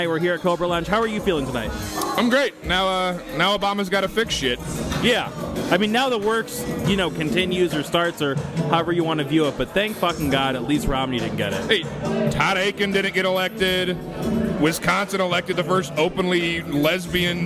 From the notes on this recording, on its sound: broadcasts live from Cobra Lounge during election night 2012